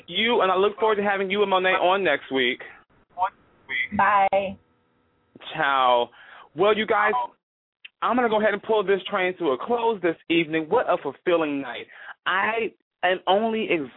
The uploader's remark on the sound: a veteran calling in LIVE from Afghanistan